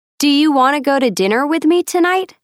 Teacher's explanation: Notice the reduction of want to and have to.